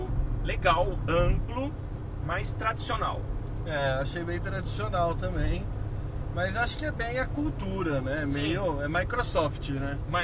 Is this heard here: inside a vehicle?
yes